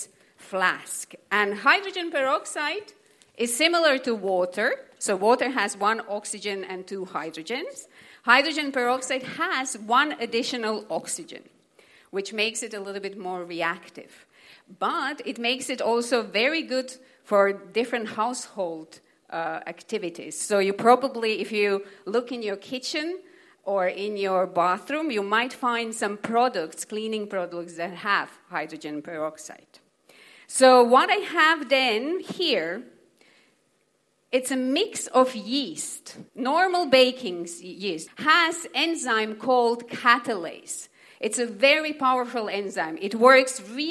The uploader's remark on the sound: Hear what went on at our live event recorded back on 11th March for the 2020 Cambridge Science Festival